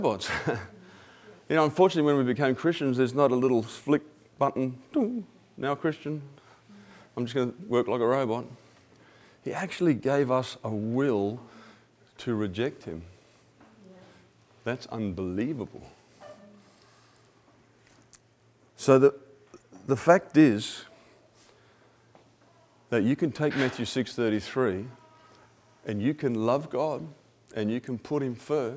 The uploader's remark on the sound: 2016 100x Mavericks Convention Keynote Presentation